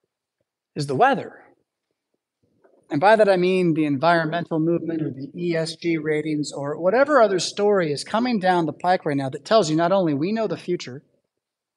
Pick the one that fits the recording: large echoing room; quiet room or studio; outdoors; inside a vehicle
large echoing room